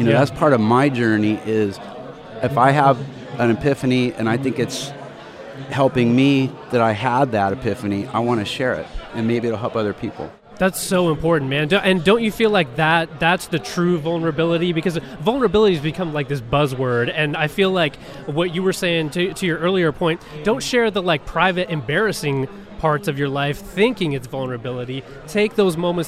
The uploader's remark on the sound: live at Rock N Pod 2019 in Nashville, TN